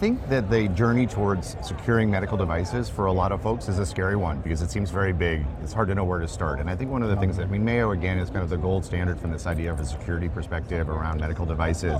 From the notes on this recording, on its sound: An Interview in Action live from HIMSS 2023.